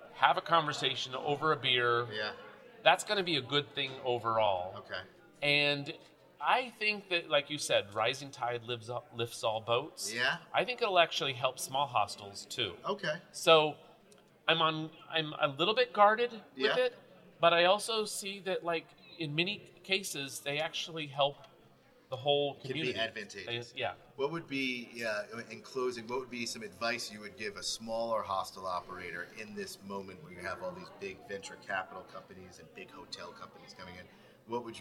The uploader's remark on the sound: At The American Hostel Conference